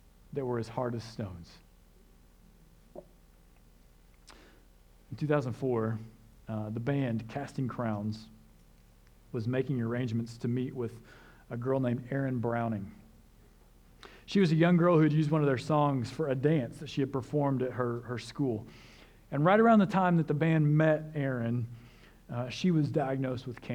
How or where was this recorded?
large echoing room